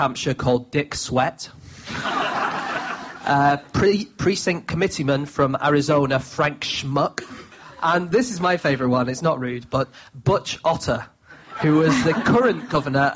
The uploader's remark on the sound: Live at the Soho Theatre